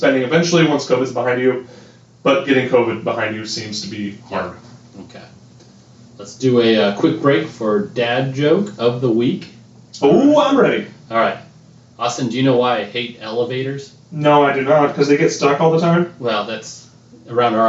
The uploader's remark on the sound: Please forgive any audio irregularities. There were some technical difficulties while recording.